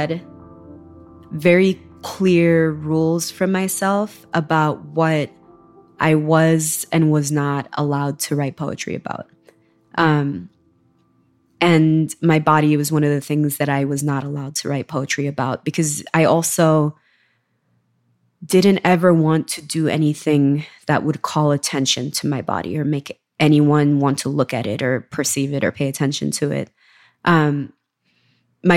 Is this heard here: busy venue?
no